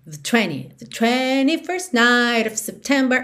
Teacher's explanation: esse the 21st, você praticamente não ouve o the